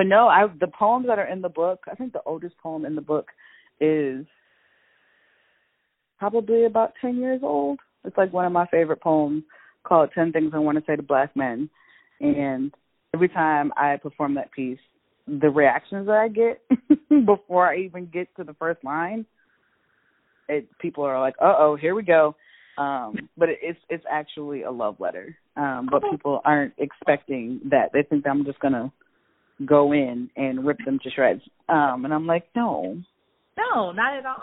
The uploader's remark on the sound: Joins the podcast via phone.